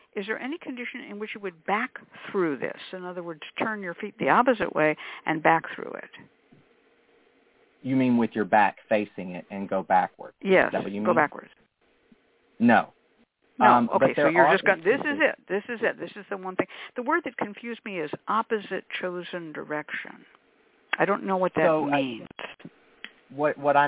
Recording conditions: phone line